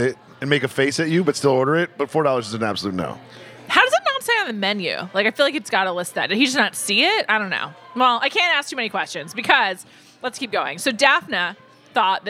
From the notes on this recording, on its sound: travel to Philadelphia to record this week’s episode while eating dinner at Zahav!